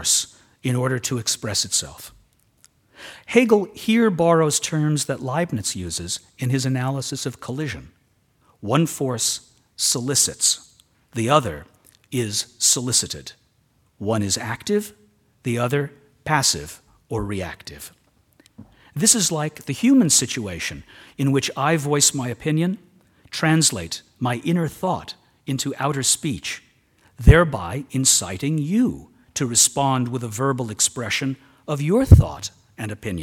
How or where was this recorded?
large echoing room